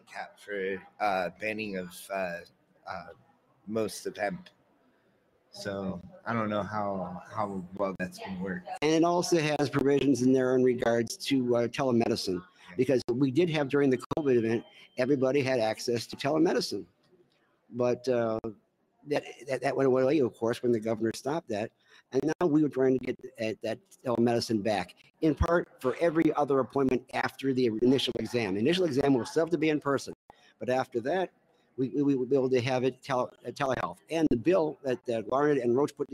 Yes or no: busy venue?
yes